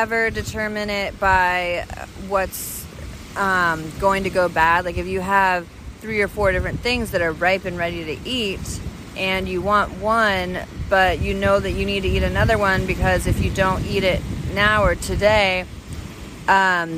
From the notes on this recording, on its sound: Sorry for the terrible audio quality we recorded this while eating dinner at the beach